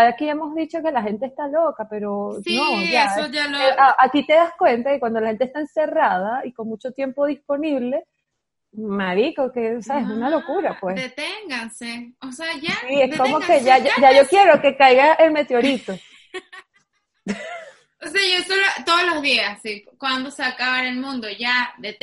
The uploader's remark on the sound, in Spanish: esta vez en modalidad de videollamada (pedimos disculpas porque la calidad de audio y video no es la acostumbrada)